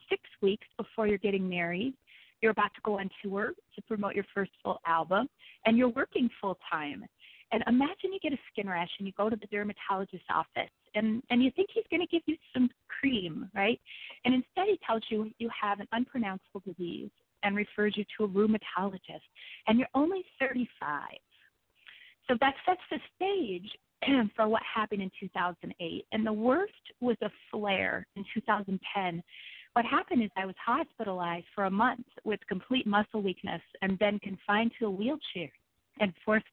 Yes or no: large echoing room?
no